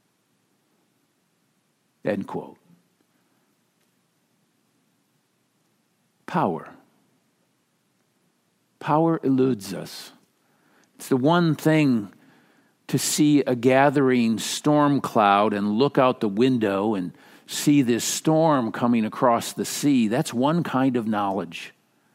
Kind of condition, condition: setting, large echoing room